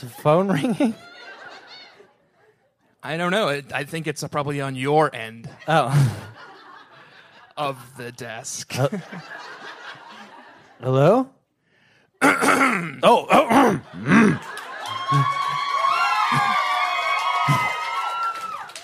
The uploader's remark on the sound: Live at Littlefield in Brooklyn, NY. This is the first (and therefore, currently, best) BSCC live show!